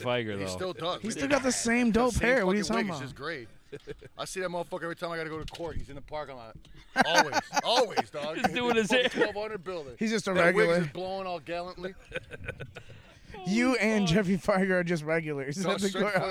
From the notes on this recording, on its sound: Live from the Pool, it's the Palcast Pool Party Premiere!